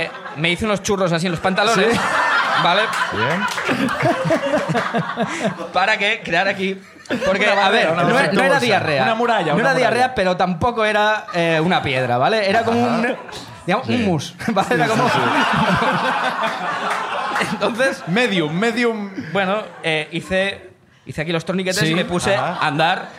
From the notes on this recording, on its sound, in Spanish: Como siempre, el público también participa